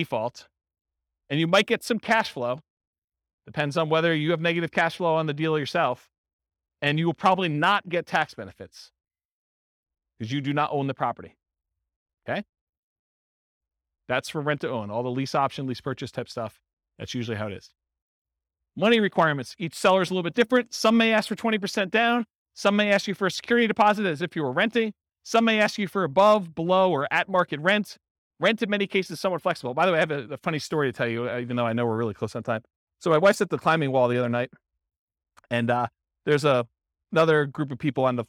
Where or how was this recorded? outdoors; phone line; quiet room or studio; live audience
live audience